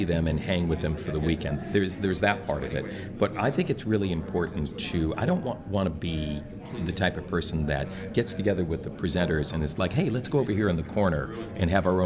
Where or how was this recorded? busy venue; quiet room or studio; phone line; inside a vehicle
busy venue